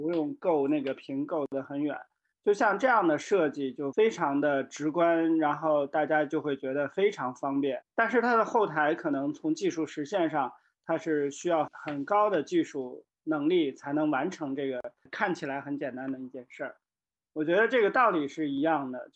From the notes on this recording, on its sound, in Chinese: 本期节目为腾讯会议线上录制，音频质量可能会带来的听感欠佳